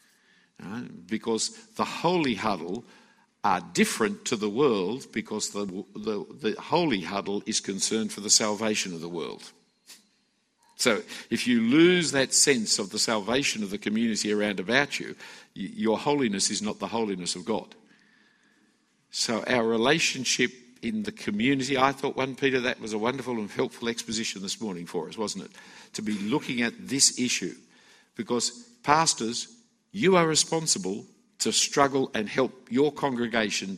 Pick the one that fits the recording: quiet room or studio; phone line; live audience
live audience